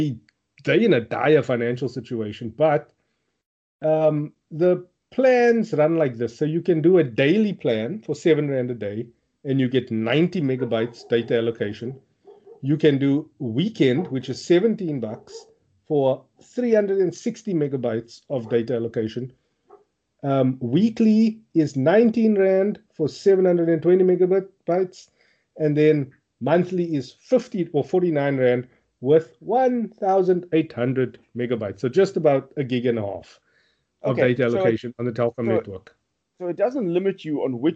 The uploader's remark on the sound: Recorded via Skype